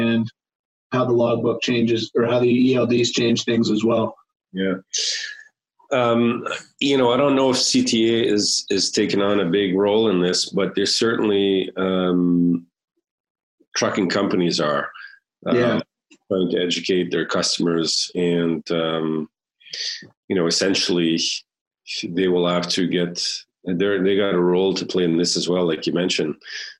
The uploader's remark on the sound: via Zoom for a conversation